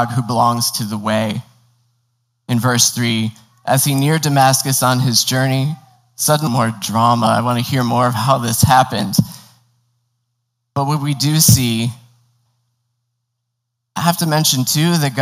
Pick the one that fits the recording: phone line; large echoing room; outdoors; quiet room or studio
large echoing room